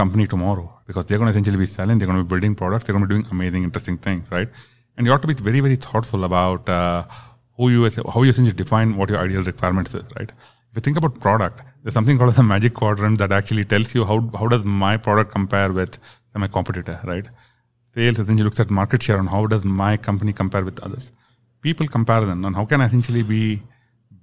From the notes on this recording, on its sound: Live from SHRM Talent.